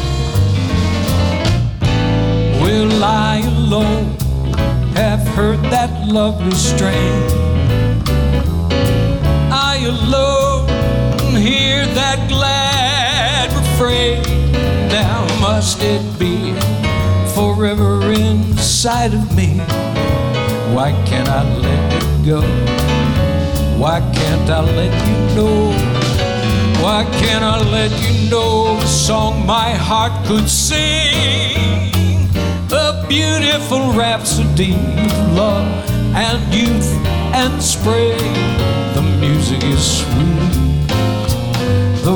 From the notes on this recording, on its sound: Live at the SouthPoint Casino